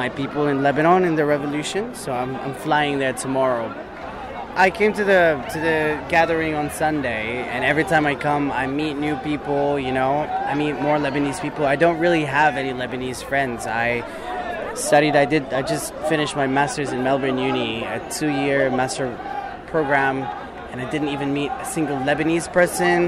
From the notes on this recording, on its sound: attended the second solidarity protest in Melbourne, juggling a recorder, camera, and Lebanese flag in her hands to capture your voices, pride and unity